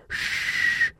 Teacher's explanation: garage,是车库。Television, television,是电视，简称 TV。一路读下来，感觉似乎这两个音不是那么容易发一个 sh,一个 r。我们赶快来看一下口型图。在看口型图的时候，我们要和 s 和 z 进行一下对比。前面我们讲 s 和 z 的时候，特意强调了这个口型啊，舌位相对较平，还记得吗？ s z sz，而我们看 sh 和 r，这个时候我们舌头的后部是拱起来的，几乎顶到了我们嗓子眼儿，所以我们这个时候去发 sh，舌头后部拱起来，舌头前面卷起来，留着一条狭窄的缝啊，在口里，然后气流通过这条缝出来